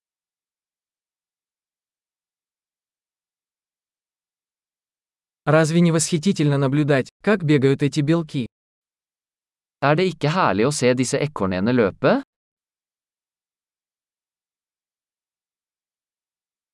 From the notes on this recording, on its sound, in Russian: Прогулка по лесу. Шум журчания ручья.